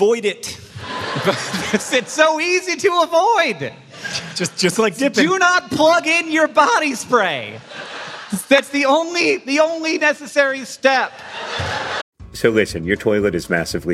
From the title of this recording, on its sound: Live in Raleigh, NC!